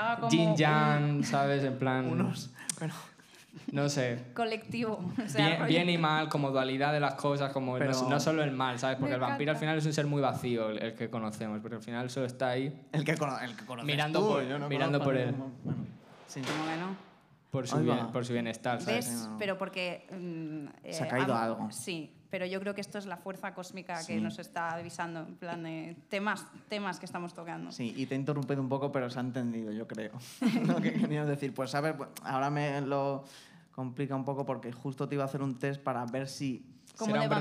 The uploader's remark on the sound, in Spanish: Primer show con público